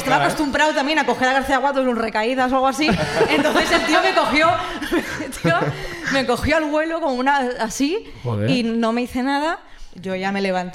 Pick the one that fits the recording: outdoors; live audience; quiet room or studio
live audience